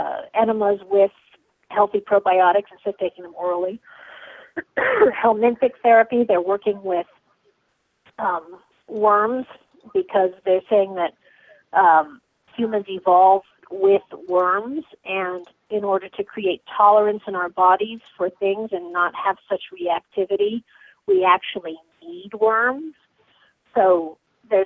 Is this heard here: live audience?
no